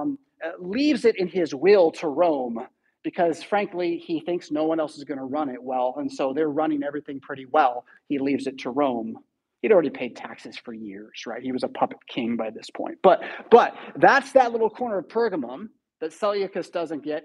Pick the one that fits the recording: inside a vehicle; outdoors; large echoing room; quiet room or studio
large echoing room